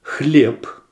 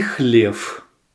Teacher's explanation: Если в конце слова «хлеб» у вас прозвучал звук «п», а в конце слова «хлев» прозвучал звук «ф», то у вас благородный устный русский. Но если же в конце первого слова у вас прозвучал звук «б», а в конце второго слова звук «в», то у вас некультурный устный русский. · Term: закон оглушения